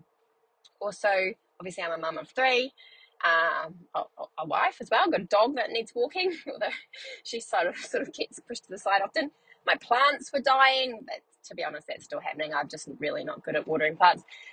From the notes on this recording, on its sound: On the way to Carindale to pick my son up from the movies. I should record a podcast for busy mums whilst I am also in the car being a busy mum.